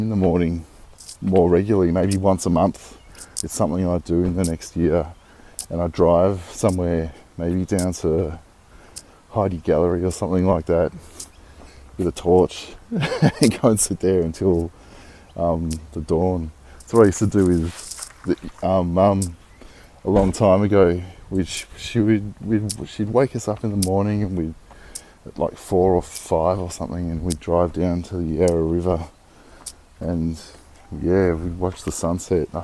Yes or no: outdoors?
yes